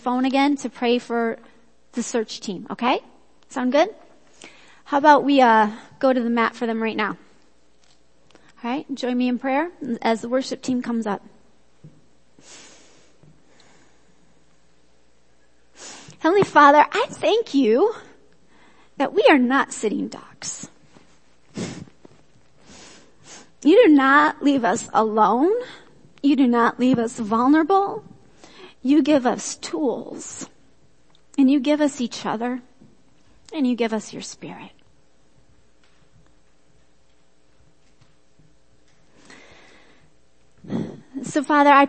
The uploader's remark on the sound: Worship Service - Audio